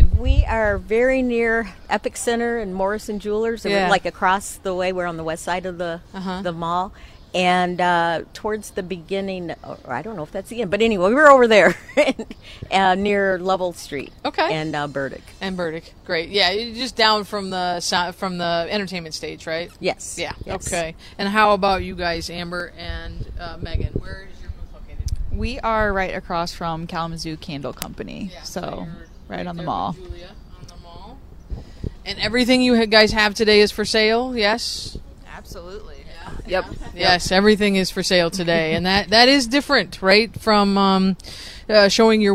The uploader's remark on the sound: Creative Cafe LIVE from the Downtown Kalamazoo Mall for "Art On The Mall"!